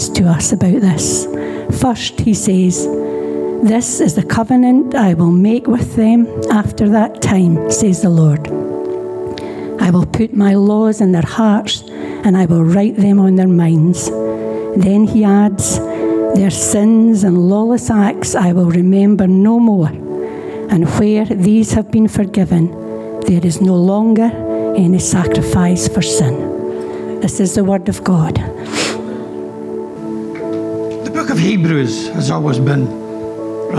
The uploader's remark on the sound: Recorded during our Good Friday morning reflection service.